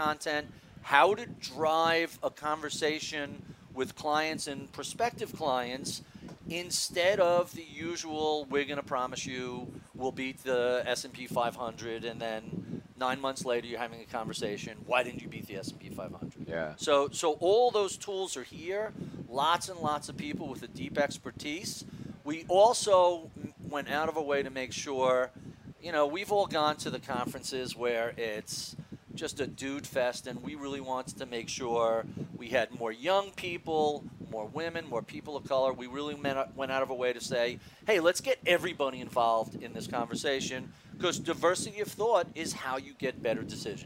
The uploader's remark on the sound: at the Future Proof Wealth Festival in Huntington Beach